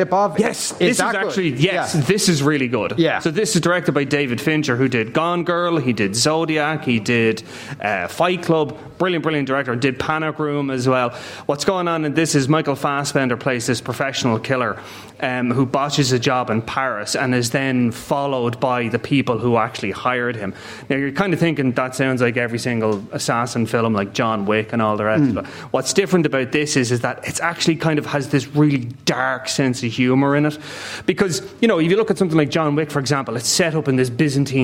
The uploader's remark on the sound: Movies and Booze: LIVE from Newpark Hotel. LIVE from Newpark Hotel in Kilkenny.